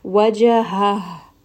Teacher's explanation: So I'm going to make sure that I have a sigh quality to it, almost like it's coming from my chest. Wajaha. So make sure that you do give it a little bit of air and you do say this letter so that it does not drop when we say it with a sukun.